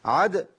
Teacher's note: واعد بقلقلة الدال لأنها ساكنة، عد في إمالة بسيطة للفتح.